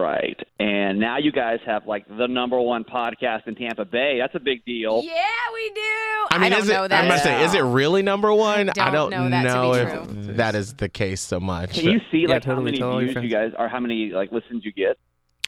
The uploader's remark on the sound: A very special guest star who joins us on the phone from San Diego.